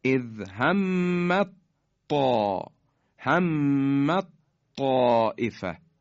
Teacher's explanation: مثال بعدی اذ همت، تی دو نقطه، همت حالا رسیده به طا، تی دسته دار، تی دو نقطه و حرف طا که بعدش اومده در هم ادغام میشن و تی دو نقطه کاملا از بین میره، یعنی مدغم از بین میره و حرف بعدی مشدد میشه به این شکل، اذ همت طا، همت طائفه، تی دو نقطه از بین میره.